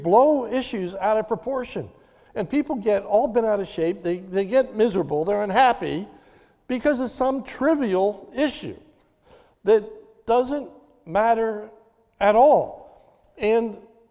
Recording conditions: large echoing room